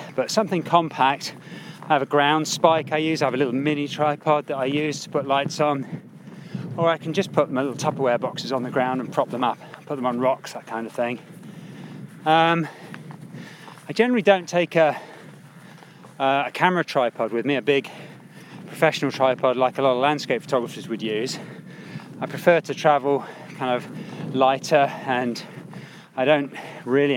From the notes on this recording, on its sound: High on a Lake District peak